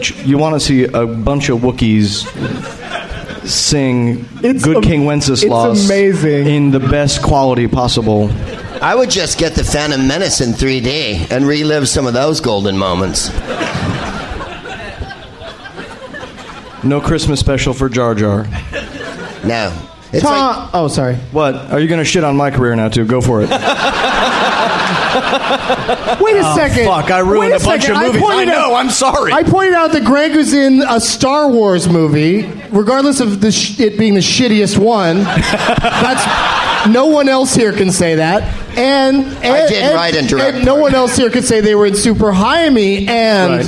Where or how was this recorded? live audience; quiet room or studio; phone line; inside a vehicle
live audience